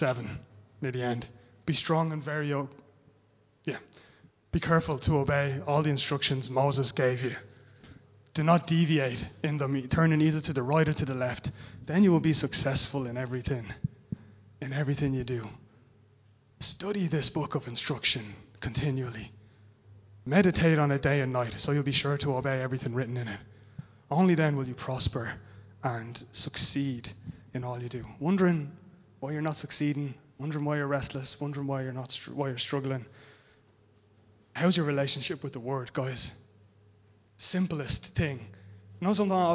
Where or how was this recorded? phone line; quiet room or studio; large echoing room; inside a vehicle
large echoing room